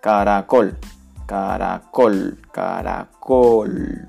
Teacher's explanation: Vale, palabras agudas. La sílaba tónica en el último lugar.